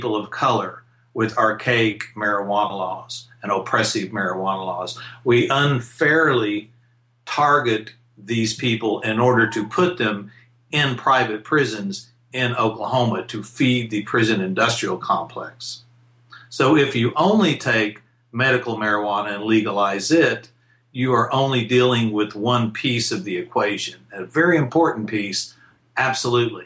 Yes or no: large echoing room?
no